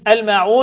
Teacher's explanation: اللام قمرية حكمها الإظهار